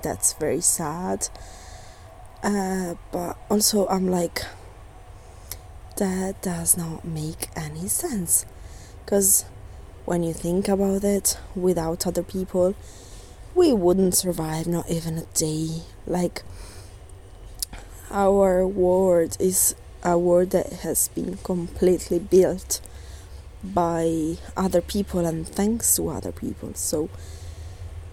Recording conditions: background noise